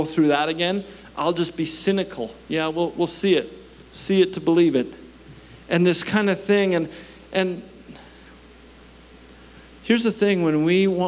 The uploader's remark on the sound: At our Edmonton Gathering in May, 2023 at Known Victory Church